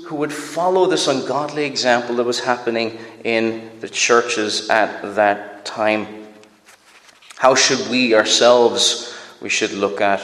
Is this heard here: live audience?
yes